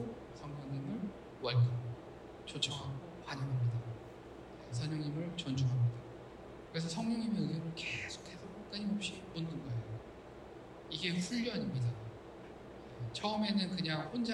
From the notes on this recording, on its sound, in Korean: 기계적 오류 인해, 음질이 떨어집니다.